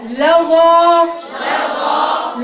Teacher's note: رفعت اللام وفخم الظاء